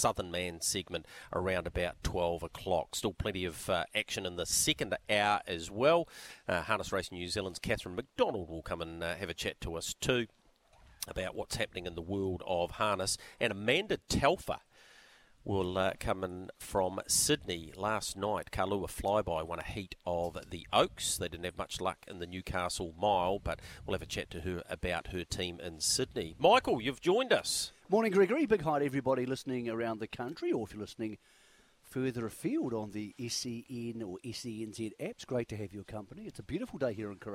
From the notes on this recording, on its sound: a 2-hour special live from Karaka